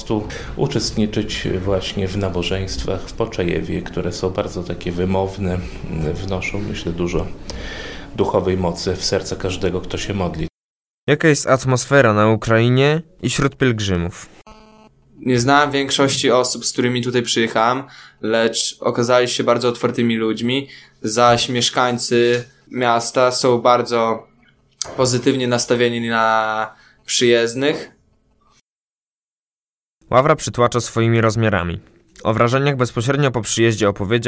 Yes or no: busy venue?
no